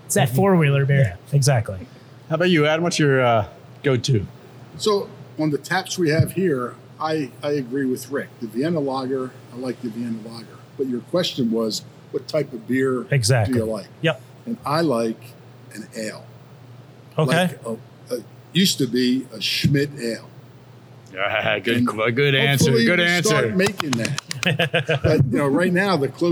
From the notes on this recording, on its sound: We are live inside a brewery and we don't know what to do with ourselves. We are at a new brewery in the area from Philly beer royalty.